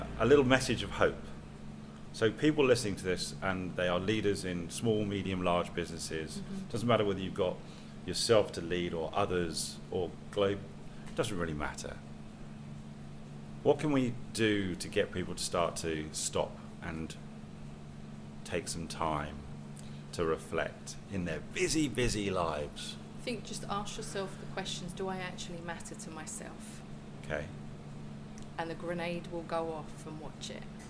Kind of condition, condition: fault, sounds in the background